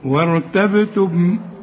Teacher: الراء الساكنه اللي قبلها همزه وصل فخمها · Term: فخم الراء